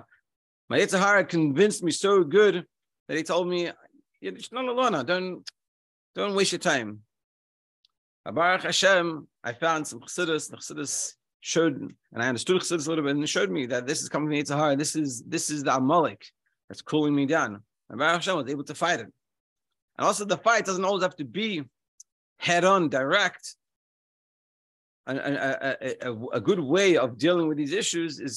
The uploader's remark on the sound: Daily Zoom Shiur